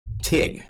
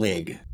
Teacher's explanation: phonetically, my name is Teague, but in Pittsburgh, they say Tig, like T-I-G. · Shown in: first take